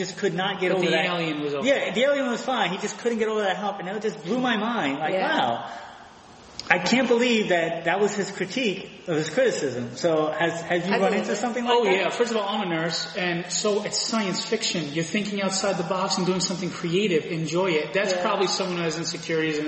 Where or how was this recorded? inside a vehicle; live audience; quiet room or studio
live audience